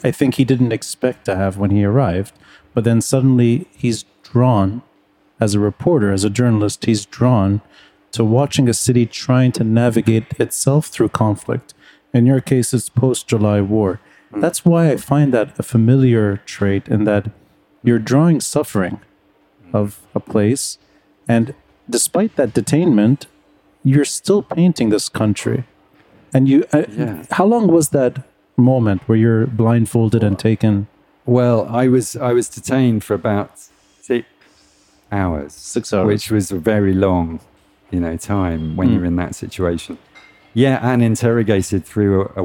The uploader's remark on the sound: taped live at Aaliya's Books